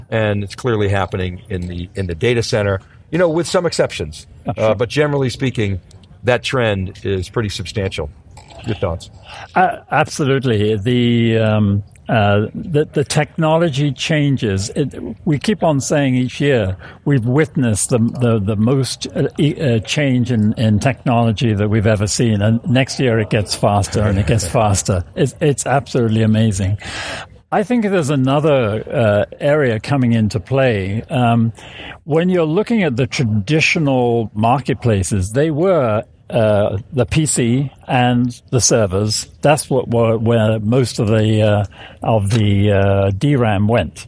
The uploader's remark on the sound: theCUBE's live coverage of Micron Insight'18 at Pier 27 in San Francisco, CA.